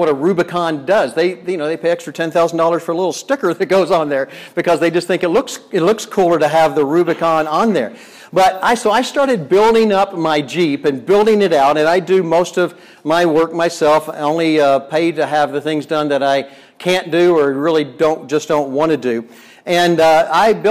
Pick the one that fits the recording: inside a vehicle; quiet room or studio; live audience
live audience